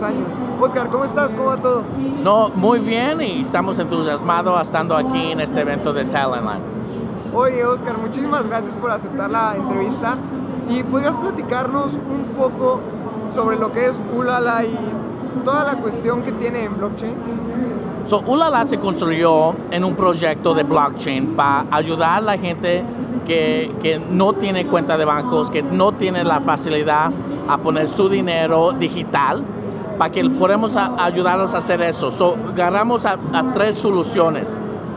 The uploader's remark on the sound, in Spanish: en vivo desde talendland 2019